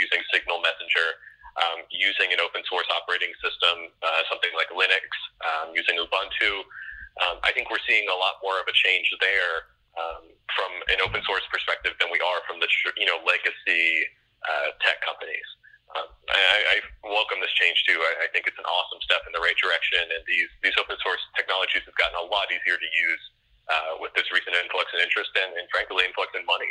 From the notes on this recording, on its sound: by phone